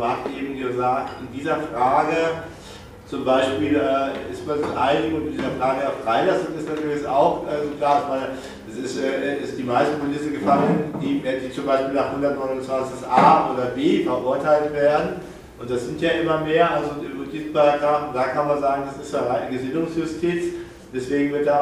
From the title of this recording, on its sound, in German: Mitschnitt einer Veranstaltung